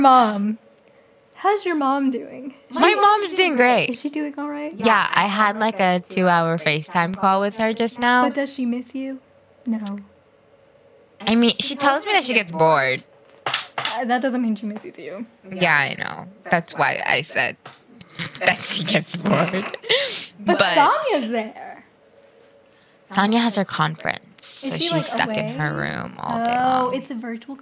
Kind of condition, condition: fault, echo